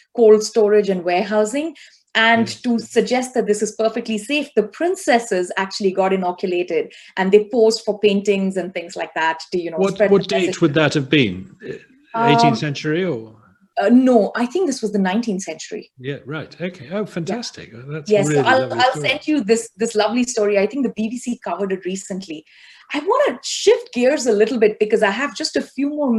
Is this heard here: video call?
yes